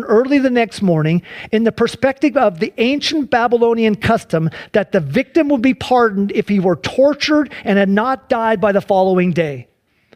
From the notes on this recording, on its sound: Sunday church service livestream.